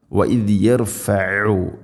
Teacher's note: വഇദ് യർഫഉ ഐൻ്റെ ശബ്ദവും അതുപോലെ തന്നെ തൊണ്ടയുടെ മധ്യഭാഗമാണ് ഐനിൻ്റെ മഖ്റജ്, കൃത്യമായിട്ട് ഉച്ചരിക്കണം. വഇദ് യർഫഉ യർഫഉ അല്ല യർഫഉ.